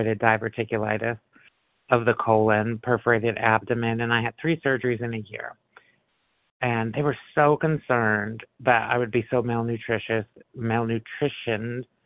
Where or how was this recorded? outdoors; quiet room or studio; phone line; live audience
phone line